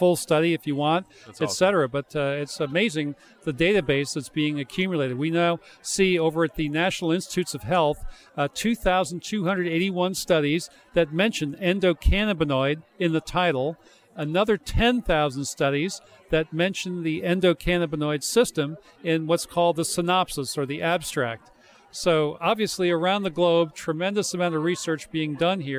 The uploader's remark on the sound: Live from the show floor of the CWCB Expo in NYC.